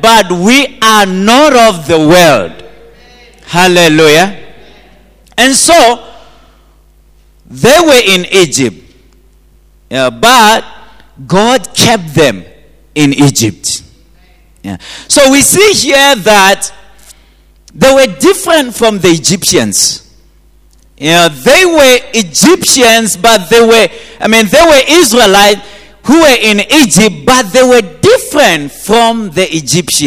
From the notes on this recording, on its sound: at GTCFC City Campus in the morning service.